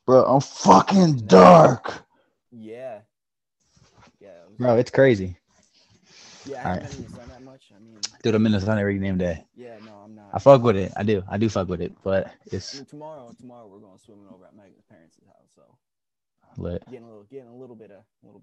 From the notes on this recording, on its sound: The audio isn't the best right now, we are working out the issues for future episodes.